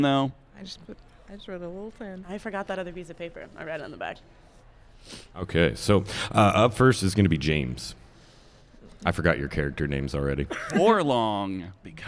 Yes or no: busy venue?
yes